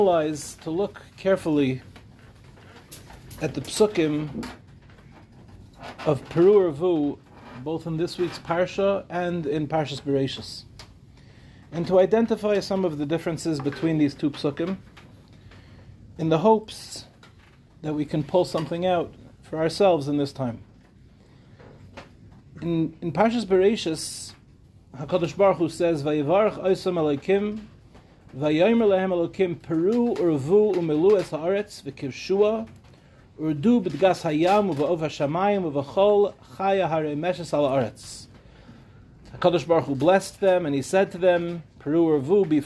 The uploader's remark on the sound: This shiur, delivered in Yeshivat HaKotel for the newly formed Acheinu program